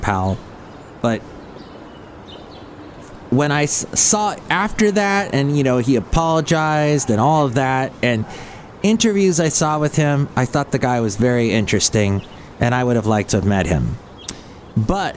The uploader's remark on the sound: podcasts live from Cafe Anyway